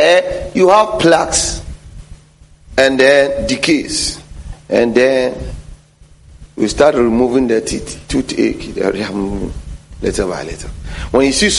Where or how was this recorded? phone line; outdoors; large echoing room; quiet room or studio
large echoing room